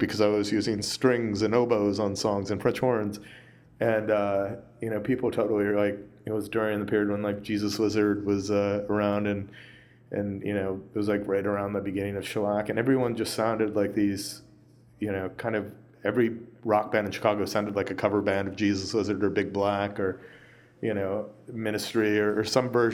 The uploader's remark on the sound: In an interview recorded on the final night of Lollapalooza 2015 at the Virgin Hotel in downtown Chicago.